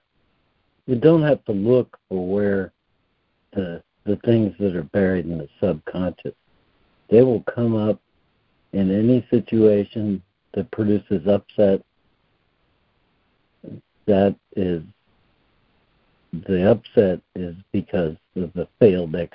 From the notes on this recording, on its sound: ACIM Daily Conference Call.